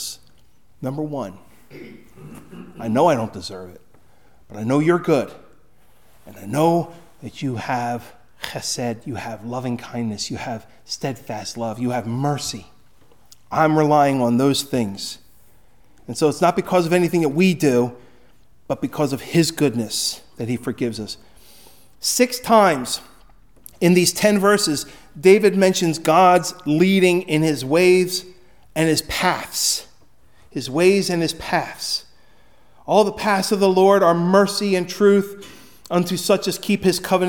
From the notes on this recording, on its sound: Recorded at Hudson UMC on February 18, 2024